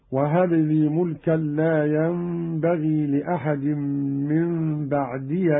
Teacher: قرأ قالون بفتح الياء من بعدي وصلا